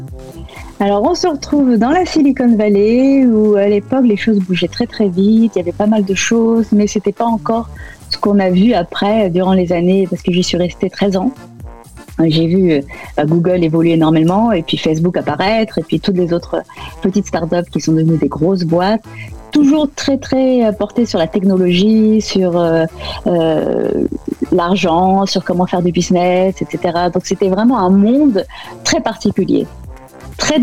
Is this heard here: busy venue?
no